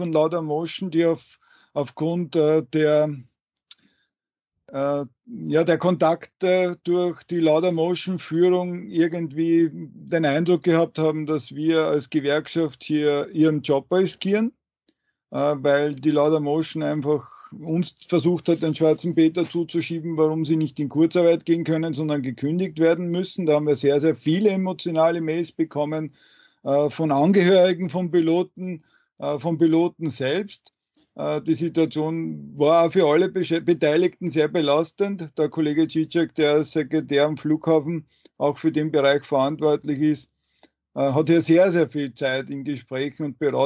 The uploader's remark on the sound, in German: Folge wurde aufgenommen via Skype.